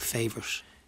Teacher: South County Dublin would put SH sounds on T sounds